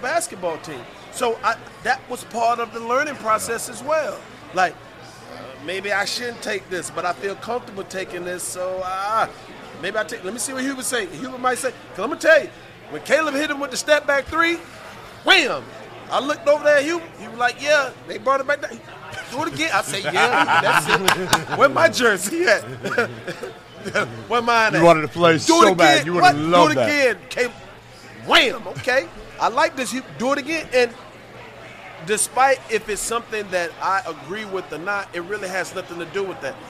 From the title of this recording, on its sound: LIVE at the Final Four